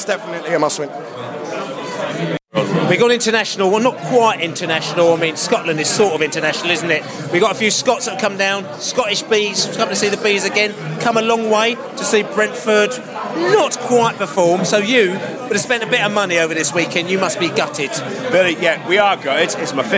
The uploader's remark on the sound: Post-match podcast from the pub. We speak to Brentford and Charlton fans in the pub after the match.